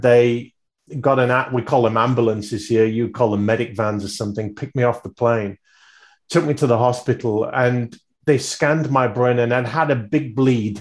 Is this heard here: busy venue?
no